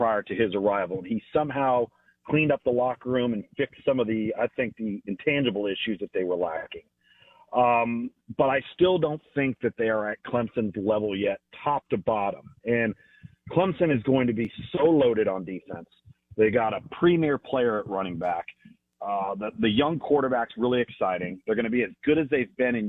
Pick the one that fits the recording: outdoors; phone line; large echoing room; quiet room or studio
phone line